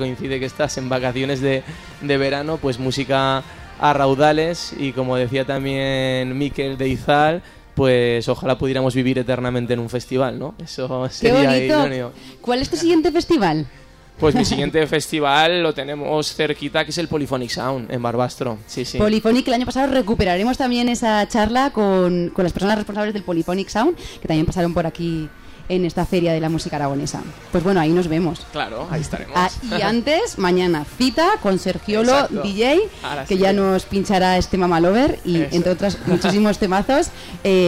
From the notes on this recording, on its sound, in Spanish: Primer día de retransmisiones en directo desde Gramola, la feria musical aragonesa que se celebra en Monzón (Huesca).